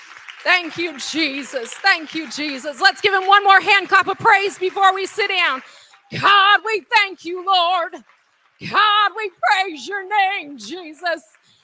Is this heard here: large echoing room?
yes